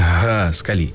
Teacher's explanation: Kalau ha bulat itu ataupun ha simpul itu, kalau kita melihat kepada bacaannya adalah dengan membaca menyebut ha itu seiring dengan nafasnya, suaranya seiring dengan nafas, maknanya ha sekali.